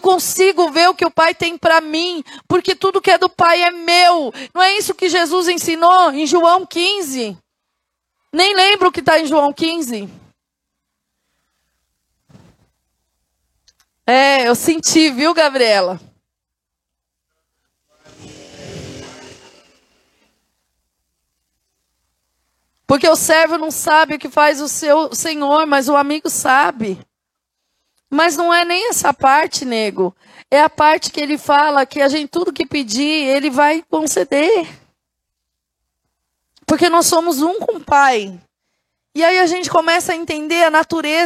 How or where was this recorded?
large echoing room